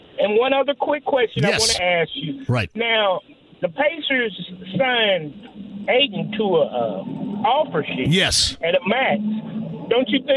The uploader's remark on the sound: goes back to the phone lines